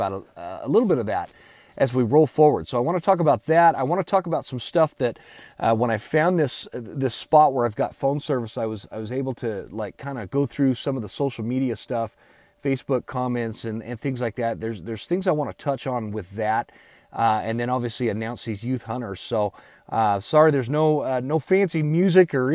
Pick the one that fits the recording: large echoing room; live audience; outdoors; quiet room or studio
outdoors